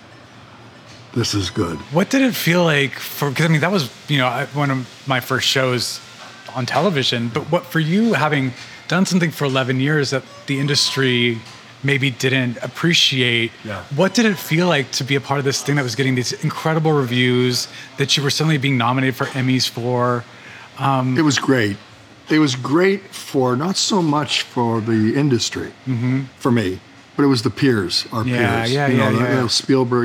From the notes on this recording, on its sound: Over some fancy sandwiches. This episode was recorded at Lunetta in Santa Monica.